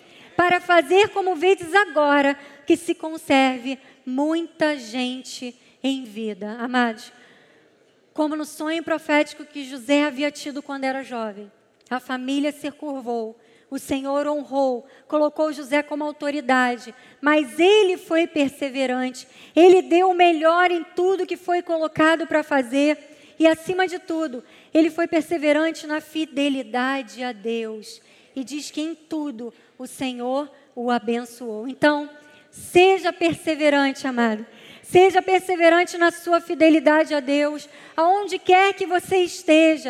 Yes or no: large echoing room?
yes